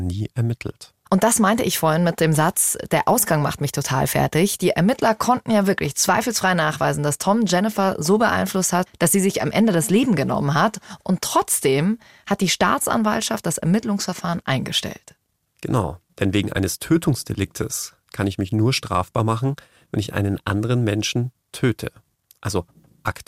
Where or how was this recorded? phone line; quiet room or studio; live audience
quiet room or studio